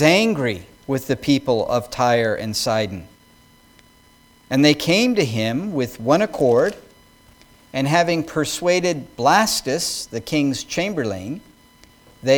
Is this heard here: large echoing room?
yes